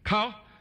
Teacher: Cow, short high sound, means to investigate.